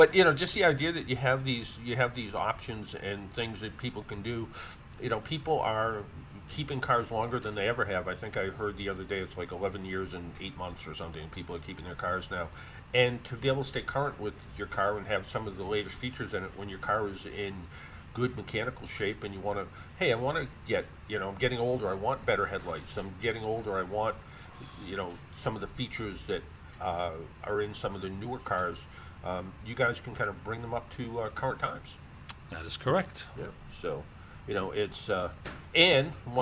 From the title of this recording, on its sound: we broadcast from AutoToys